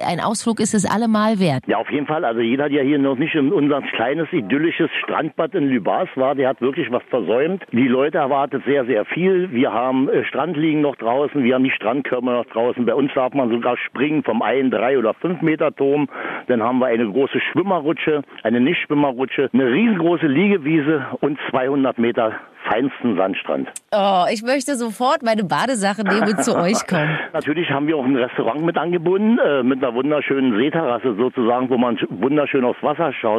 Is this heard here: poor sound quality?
no